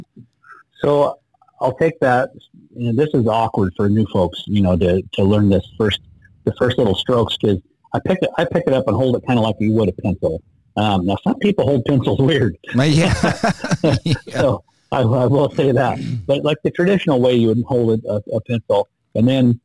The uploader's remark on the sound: on the phone